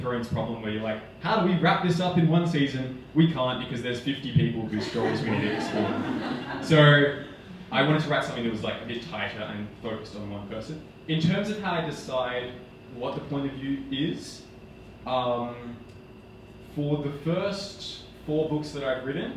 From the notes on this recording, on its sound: Book Launch Party. Today's episode features the audio recording from my latest book launch.